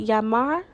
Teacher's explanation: We want to remember that the double L, the double L makes that y sound, or sometimes for some dialects it's a sh sound